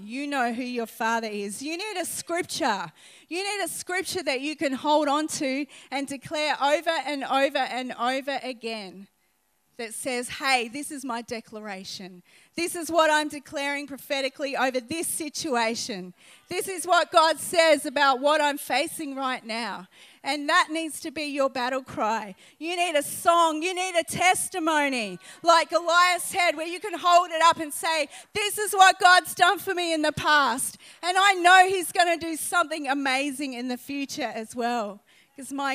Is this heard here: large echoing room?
yes